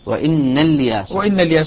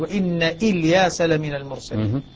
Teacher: الباقون بإثبات الهمزة في الحالتين · Shown in: second take · وإن إلياس لمن المرسلين.